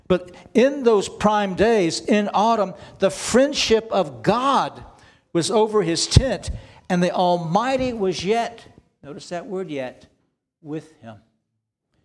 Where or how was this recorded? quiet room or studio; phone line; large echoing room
large echoing room